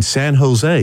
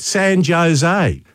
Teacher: in the United States, we sort of pronounce our J's like an H · Shown in: first take · so it's San Jose.